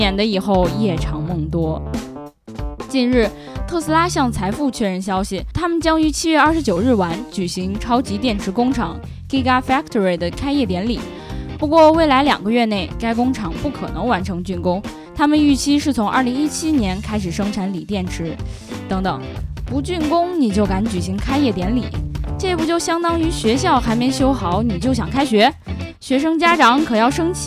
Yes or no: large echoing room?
no